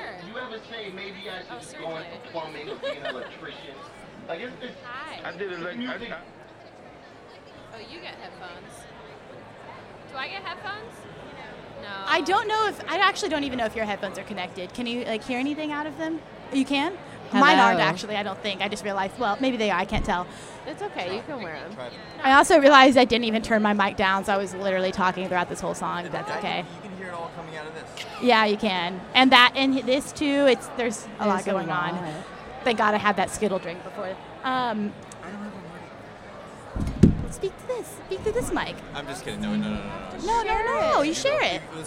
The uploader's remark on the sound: Live from INTERNET YAMI-ICHI: Up Late.